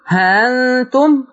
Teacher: كلمة ها أنتم المقدم فيها المد المشبع